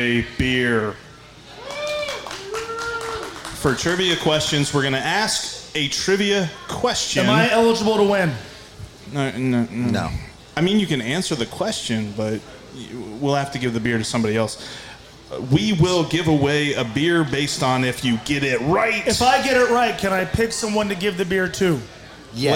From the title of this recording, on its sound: LIVE from Fretboard Brewery